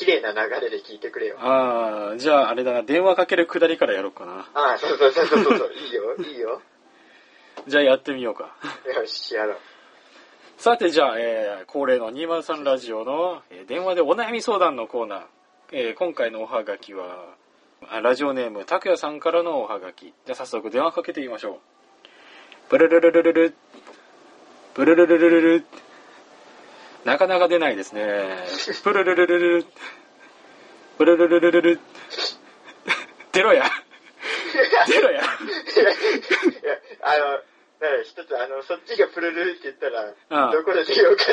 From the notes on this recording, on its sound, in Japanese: 電話ならでわの音質を利用しようという目論見です